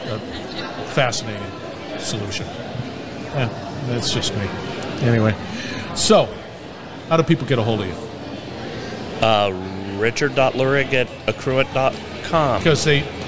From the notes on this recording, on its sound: We're onsite at Accruent Insights. We're onsite at Accruent Insights.